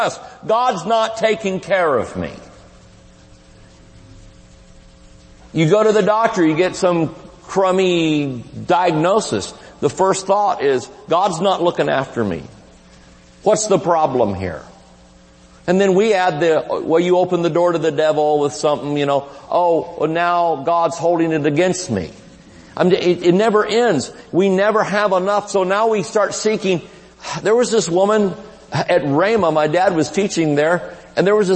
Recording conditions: large echoing room